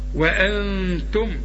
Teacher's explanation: النون اخفيها ما تستعملش فيها لسانك